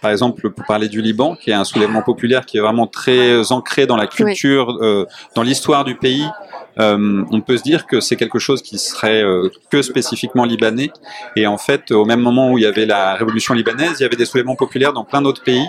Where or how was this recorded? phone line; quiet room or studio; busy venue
busy venue